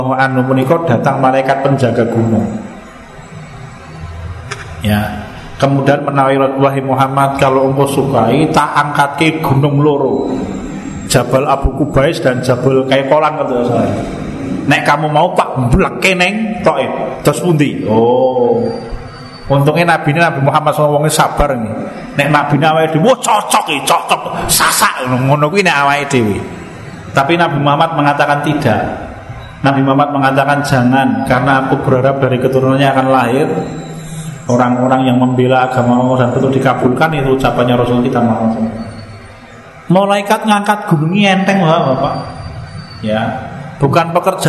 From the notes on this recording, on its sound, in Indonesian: Di Masjid Danunegaran, Mantrijeron, Yogyakarta rutin setiap hari Selasa selepas sholat magrib sampai dengan isya yang diselenggarakan oleh FKAM Yogyakarta dan Takmir Masjid Danunegaran.